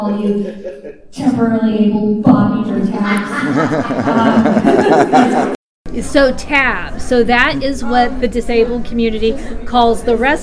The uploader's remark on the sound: Recorded live at the 2019 Oregon Statewide Transition Conference. OSTC 2019 Keynote.